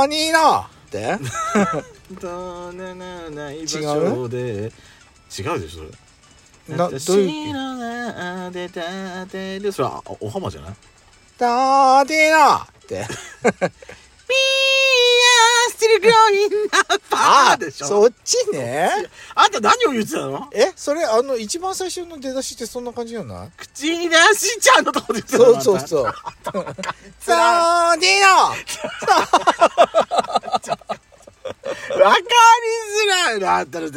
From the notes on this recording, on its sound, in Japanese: パーキング収録。